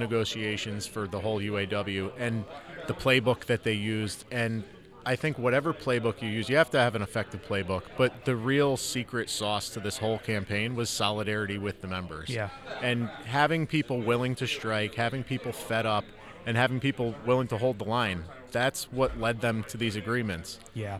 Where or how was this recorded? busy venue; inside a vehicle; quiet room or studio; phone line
busy venue